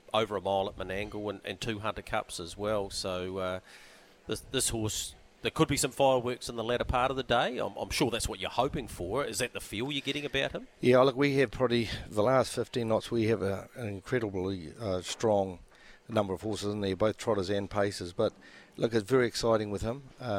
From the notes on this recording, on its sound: live from the Karaka sales